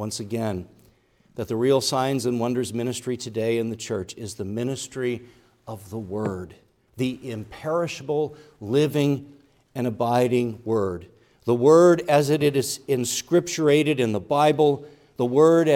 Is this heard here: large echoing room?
yes